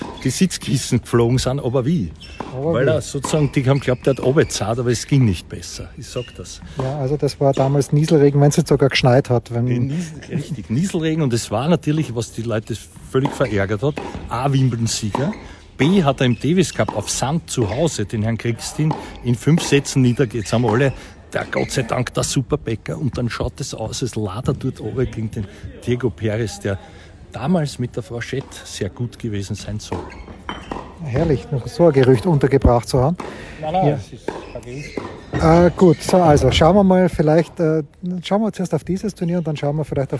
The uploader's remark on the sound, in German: Live vom Trainingscourt in der Wiener Stadthalle